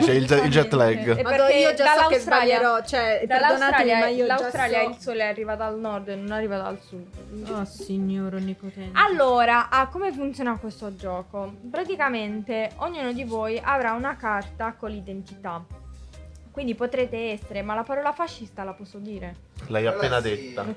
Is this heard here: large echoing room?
no